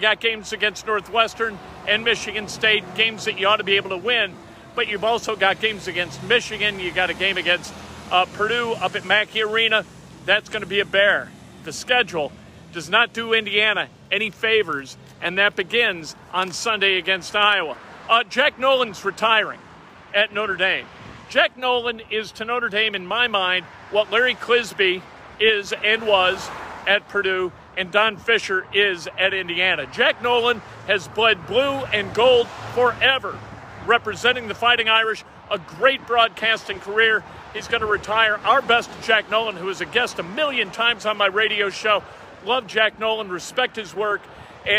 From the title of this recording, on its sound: LIVE from "Largest Super Bowl Party" site in Tampa!